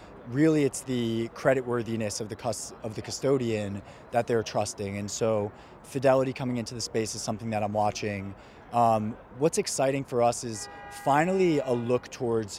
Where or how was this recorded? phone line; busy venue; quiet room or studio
busy venue